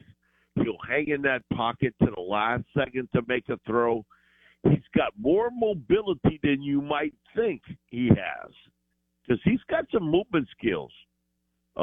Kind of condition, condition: link, phone line